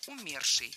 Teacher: А в причастии ударяем корень слова «умерший»